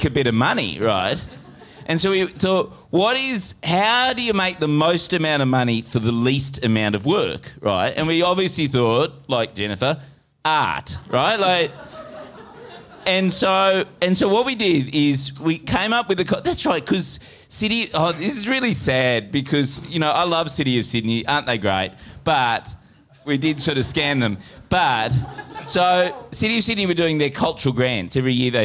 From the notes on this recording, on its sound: The Chaser Report Live & Arty was recorded on the 17th of November at The Tap Gallery.